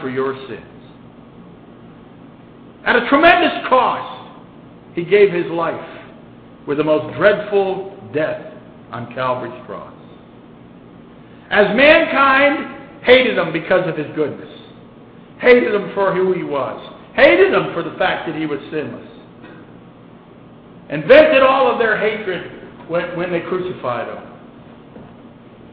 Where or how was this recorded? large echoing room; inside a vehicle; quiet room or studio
large echoing room